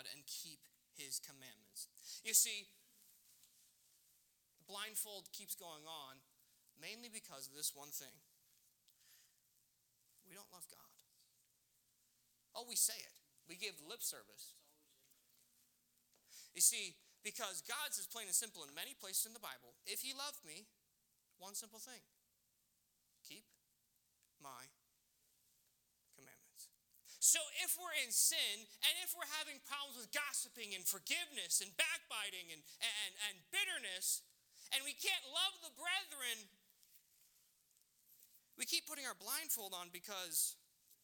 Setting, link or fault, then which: setting, large echoing room